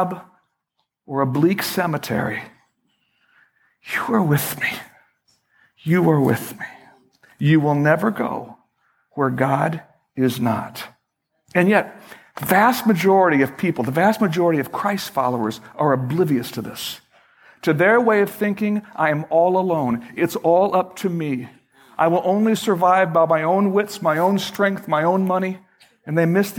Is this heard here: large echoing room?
yes